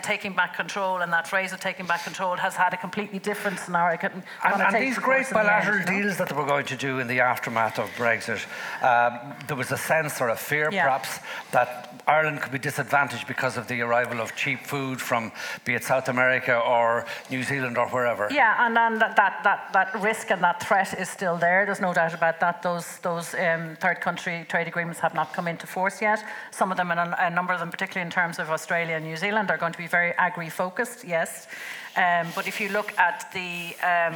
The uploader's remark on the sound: Apologies for the audio quality from 0.09 to 7.57 due to a technical problem during recording. Episode recorded in the RDS with a live audience.